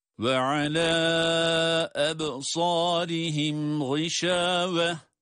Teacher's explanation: Burada da alâ ebsârihim derken meddi munfasıl kuralını görüyoruz yine. O da 4 elif miktarı kadar uzatılacak.